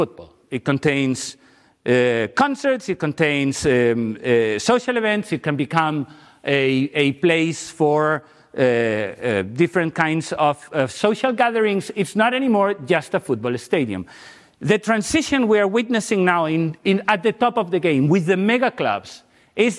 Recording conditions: large echoing room